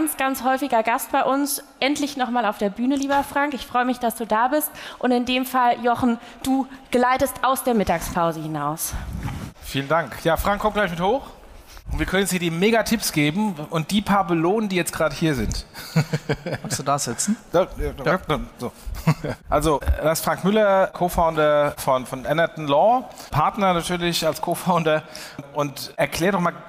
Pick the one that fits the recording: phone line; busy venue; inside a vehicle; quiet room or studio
busy venue